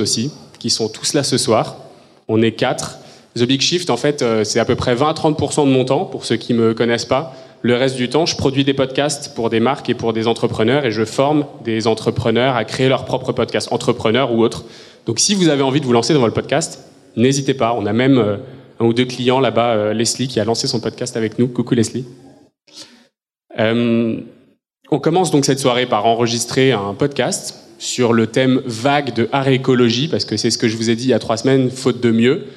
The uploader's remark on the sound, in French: Episode Spécial Live à HOBA. Cet épisode était enregistré chez HOBA, un lieu qui accueille des événements autour de l'alimentation durable.